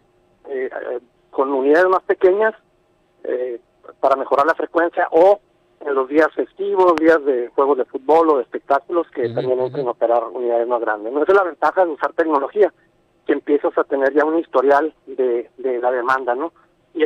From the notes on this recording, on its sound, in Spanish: vía telefónica